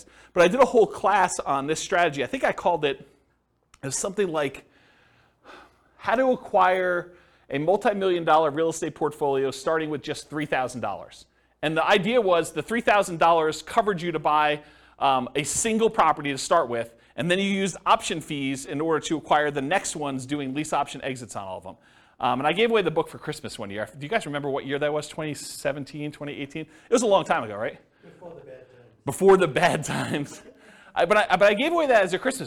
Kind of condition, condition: setting, live audience